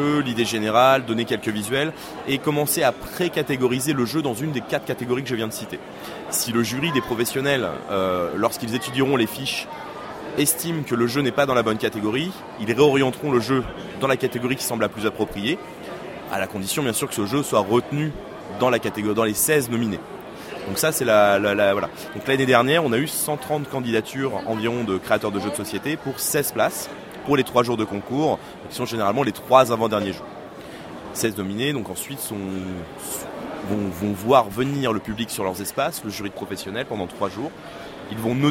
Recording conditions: busy venue